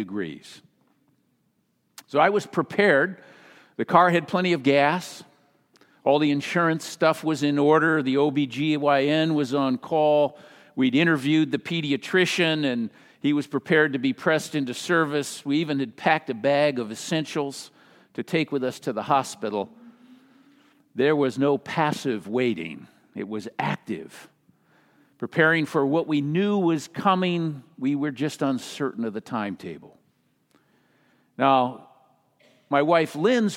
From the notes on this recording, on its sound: Message delivered during the Traditional Worship